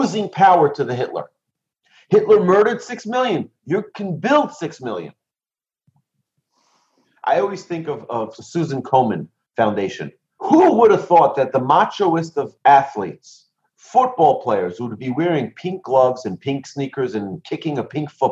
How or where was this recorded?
video call